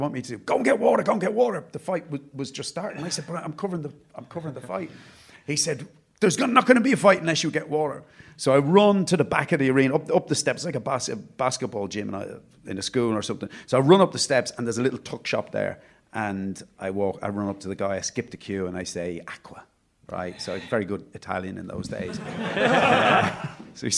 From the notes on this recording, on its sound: 30 of our members for what was a highly enjoyable debut live show in our new city centre studios